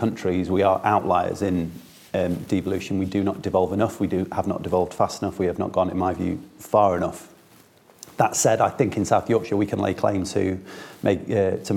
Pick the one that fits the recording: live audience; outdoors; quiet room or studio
live audience